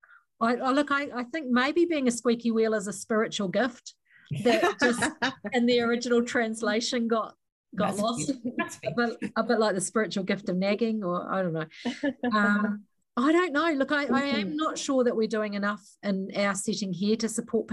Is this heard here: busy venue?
no